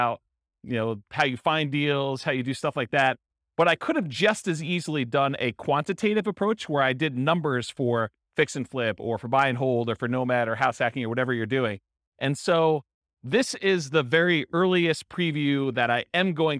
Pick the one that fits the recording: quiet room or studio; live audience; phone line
live audience